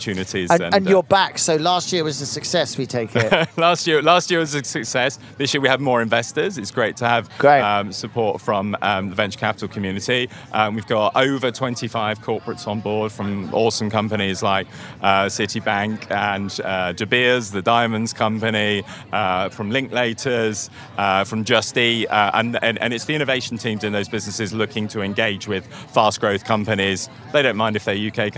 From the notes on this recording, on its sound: Recorded live on a Eurostar from London to Paris.